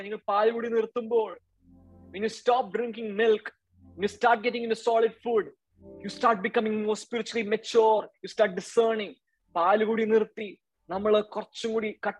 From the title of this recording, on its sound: Zoom Meeting